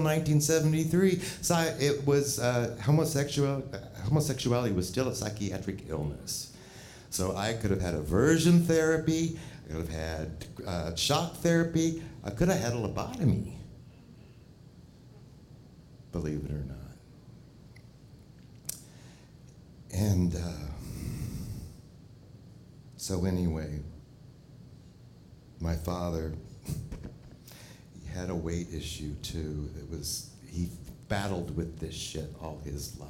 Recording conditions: live audience